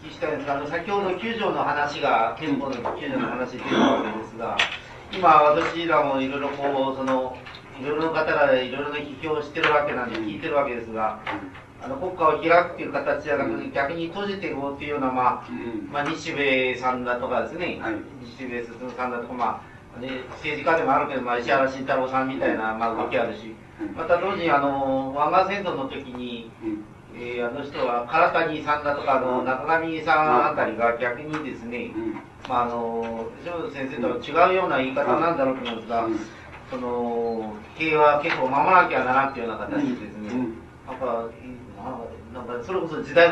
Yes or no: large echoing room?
yes